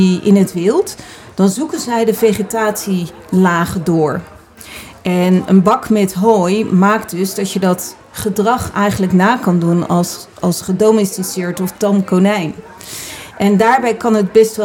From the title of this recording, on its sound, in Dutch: Laatste dag live op Animal Event